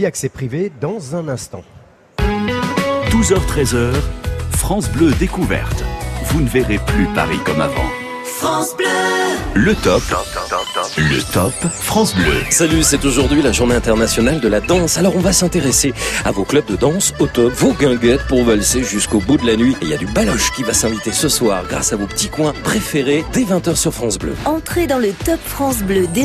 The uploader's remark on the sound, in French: en direct de la Foire de Paris